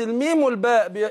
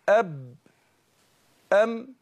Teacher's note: الميم والباء يخرجان بانطباق الشفتين